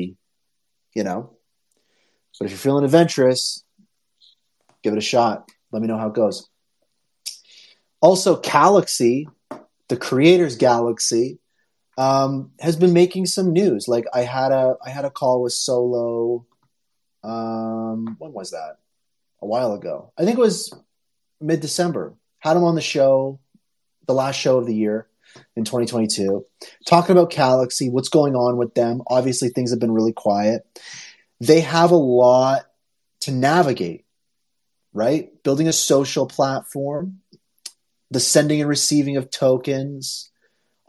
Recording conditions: video call